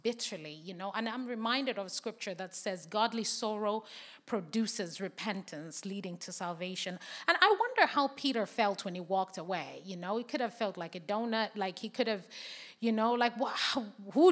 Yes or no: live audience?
yes